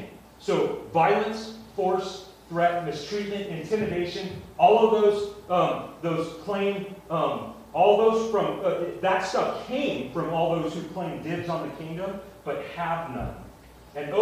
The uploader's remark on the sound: Sorry about the audio quality.